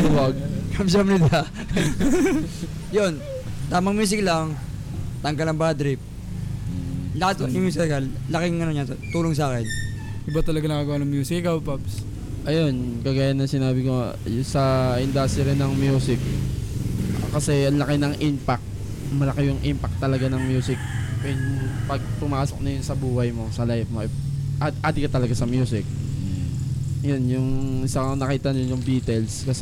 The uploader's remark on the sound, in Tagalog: Recording na along the hi-way haha!